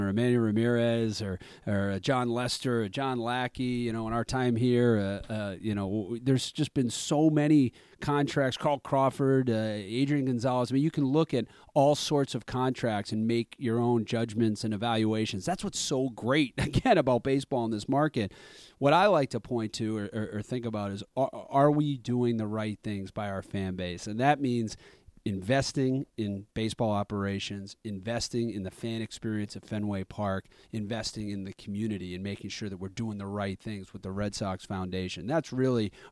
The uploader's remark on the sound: I went into Fenway Park to record our conversation.